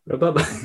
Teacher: So you hear the R in the beginning, but then it's gone afterwards.